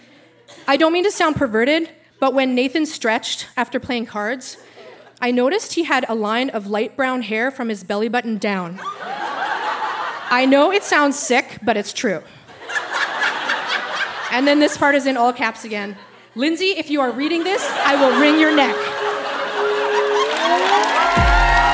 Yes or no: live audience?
yes